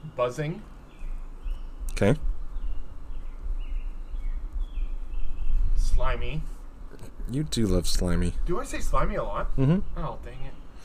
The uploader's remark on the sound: In their second episode recorded in the great outdoors.